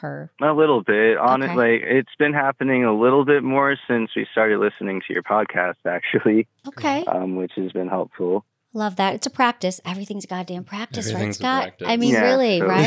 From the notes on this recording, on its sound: Today I am bringing back LIVE Hotline Calls! You will hear the change in these callers’ voices as we help them in real-time.